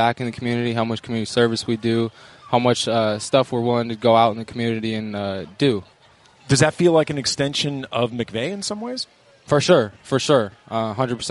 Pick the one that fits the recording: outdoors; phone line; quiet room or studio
outdoors